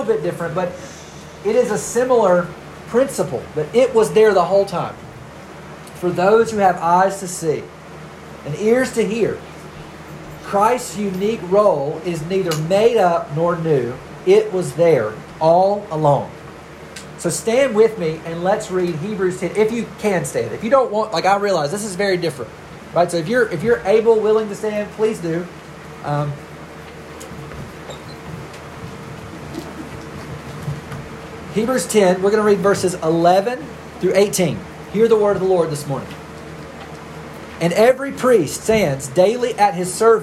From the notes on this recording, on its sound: We had an issue with air conditioning and met in our big children's meetings space; the audio was recorded on a phone, so the quality is not the same as normal.